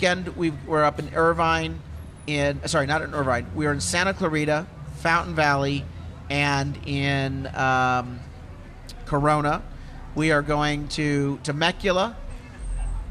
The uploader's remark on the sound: Live from Yes on Prop 6 Rally at Valero Gas Station in Chula Vista!